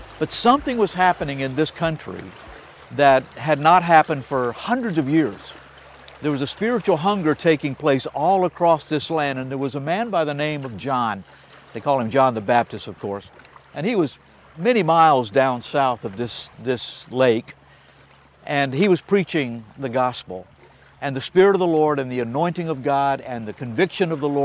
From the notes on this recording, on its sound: on location at the edge of the beautiful Sea of Galilee